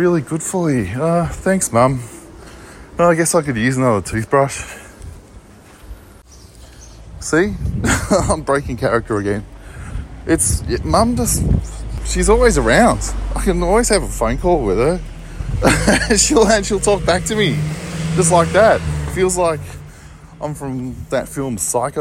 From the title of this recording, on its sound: while walking around talking shit into my phone